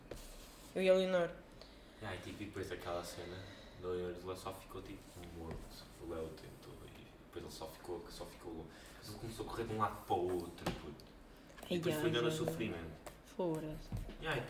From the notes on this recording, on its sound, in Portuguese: Choveu, contudo também esteve sol nesta gravação. O episódio tem estalos na gravação com o objetivo de colocar o ouvinte na pele de alguém da Ucrânia neste momento.